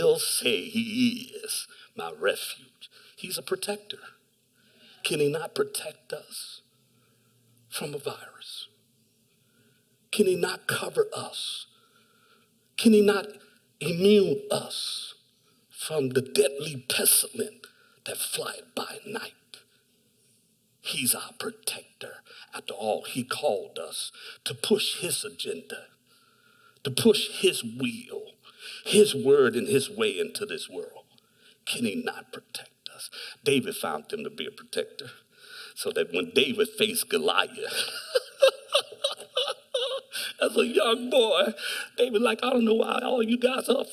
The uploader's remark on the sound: Delivered on 18 July 2021 at Grace Church of La Verne. Delivered on 18 July 2021 at Grace Church of La Verne .